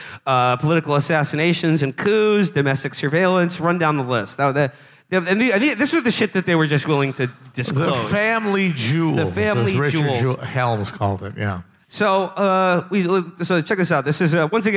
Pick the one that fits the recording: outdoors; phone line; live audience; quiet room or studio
live audience